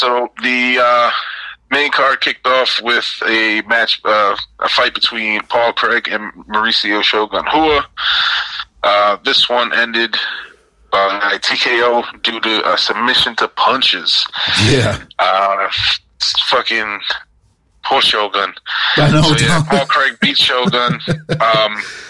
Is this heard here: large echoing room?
no